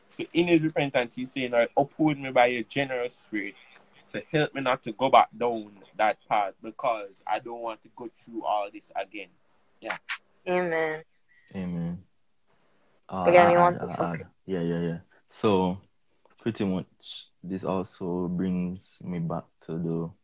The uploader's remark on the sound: part 2 of an Instagram live stream